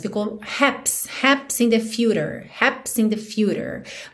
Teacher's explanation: a gente não ouve exatamente happens, ficou haps